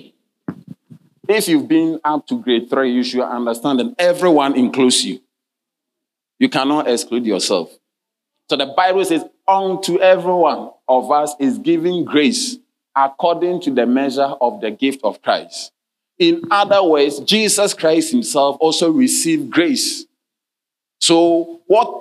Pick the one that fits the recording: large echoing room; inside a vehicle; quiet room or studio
large echoing room